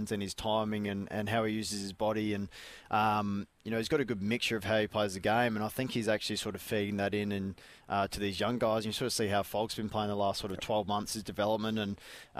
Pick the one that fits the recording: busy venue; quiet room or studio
busy venue